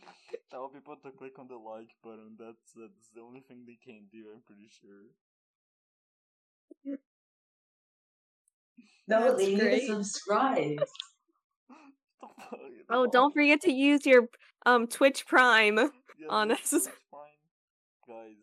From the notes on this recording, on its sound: I just realized my mic was low af wtf guys come.